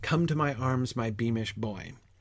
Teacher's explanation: We start and end with a stress.